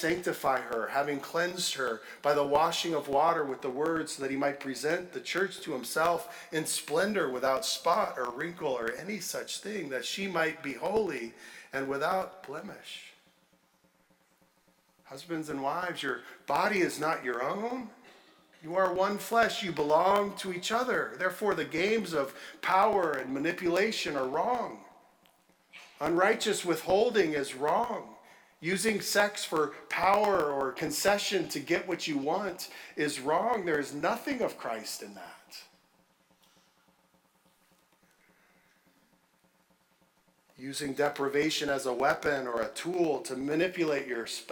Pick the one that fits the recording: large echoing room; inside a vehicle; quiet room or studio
large echoing room